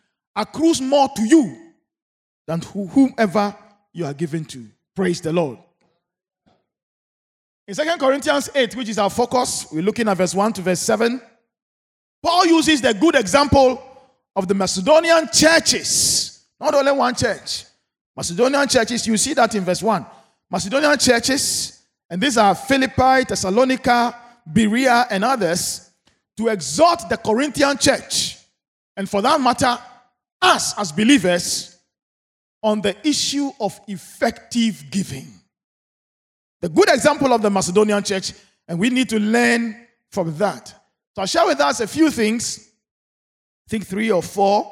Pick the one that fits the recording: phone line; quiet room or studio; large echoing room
large echoing room